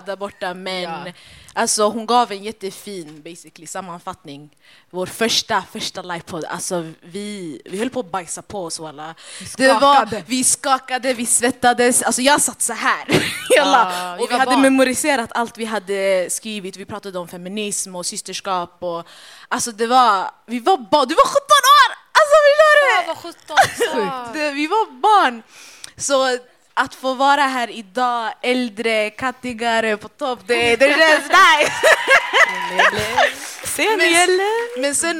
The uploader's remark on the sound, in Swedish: Vi fick äran att livepodda. I detta avsnitt får ni höra vår livepodd.